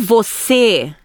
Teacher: You, você. And that ends in the closed vowel E. E.